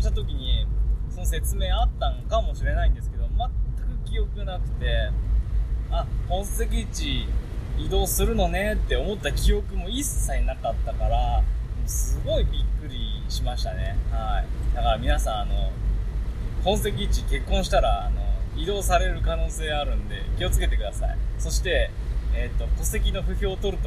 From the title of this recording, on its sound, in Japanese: 車内雑音ラジオ